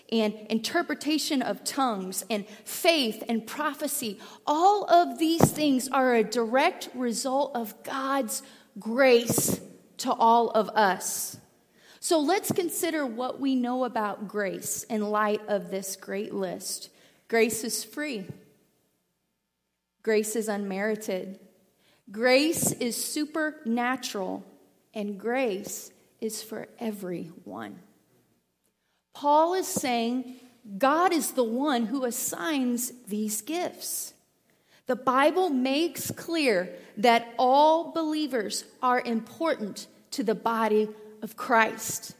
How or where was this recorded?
large echoing room